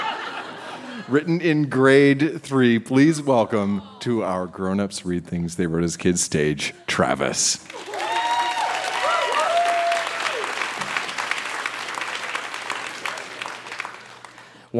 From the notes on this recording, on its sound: Recorded live at the Park Theatre in Winnipeg, MB.